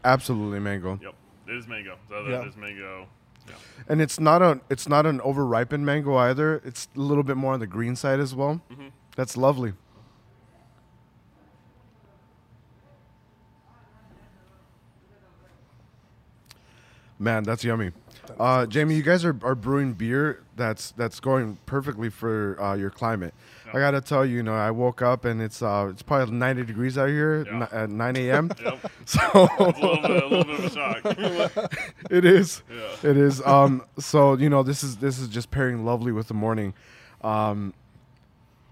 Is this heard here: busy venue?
yes